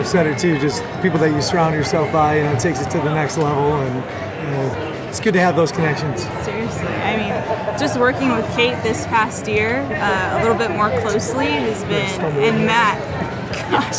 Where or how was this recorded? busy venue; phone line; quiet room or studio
busy venue